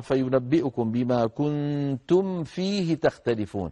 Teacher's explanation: التقت ميم ساكنة من الشفتين، والفاء التي بعدها من بطن الشفة السفلى مع أطراف الثنايا العليا، يعني المخارج متقاربة.